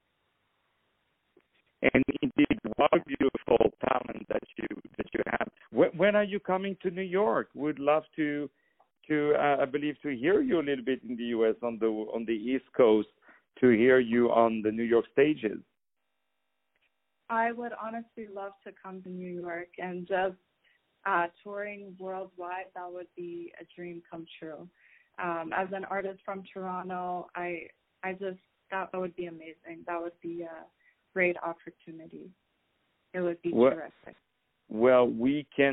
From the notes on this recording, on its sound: On the phone